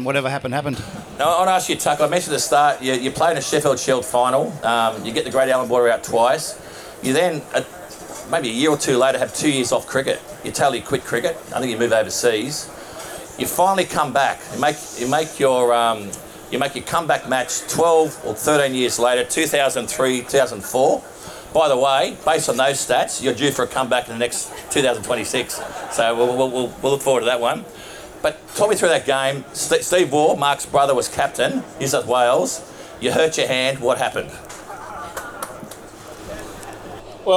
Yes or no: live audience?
yes